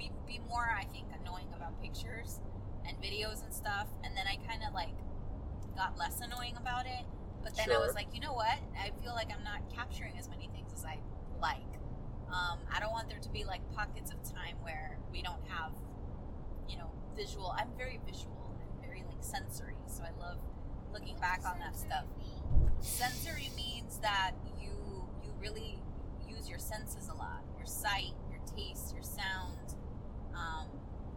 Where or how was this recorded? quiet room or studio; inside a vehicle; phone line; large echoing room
inside a vehicle